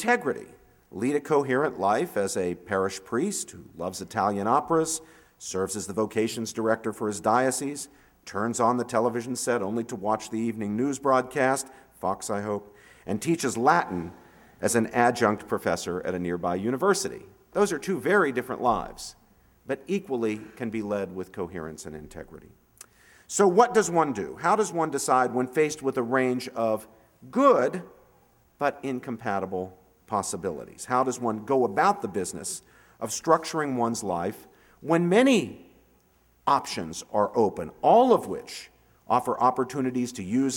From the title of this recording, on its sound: 2011 Commencement Address